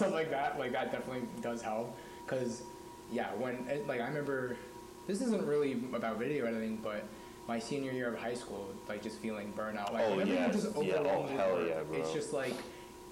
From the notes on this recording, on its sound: Sorry for the audio issues